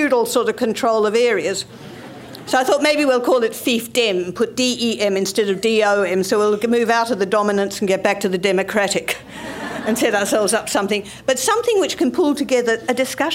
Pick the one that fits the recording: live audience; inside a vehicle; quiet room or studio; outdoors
live audience